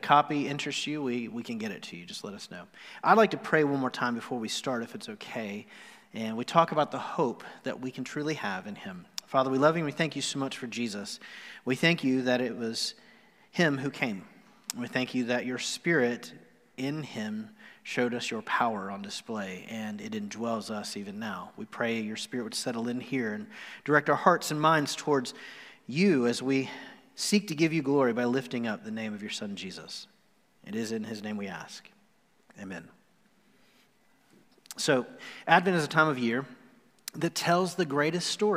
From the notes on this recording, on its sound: Recorded live on November 29, 2020.